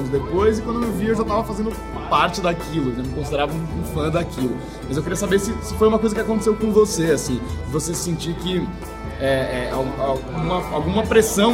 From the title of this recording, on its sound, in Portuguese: Ao vivo do Balde Galático